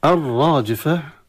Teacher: لام التعريف في الراء تدغم، والراء مفخمة مع الألف التي بعدها